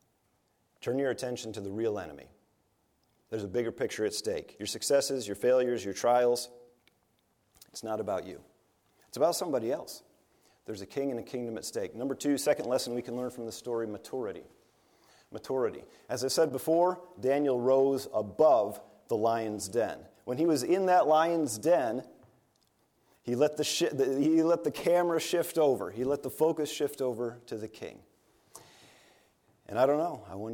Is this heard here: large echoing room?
yes